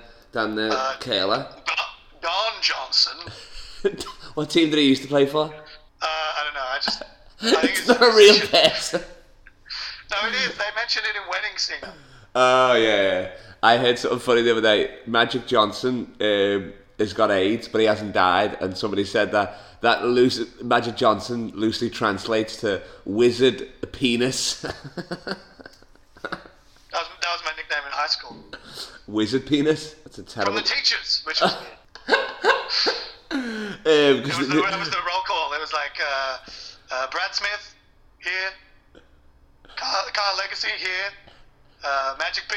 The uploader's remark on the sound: calling in from New Zealand!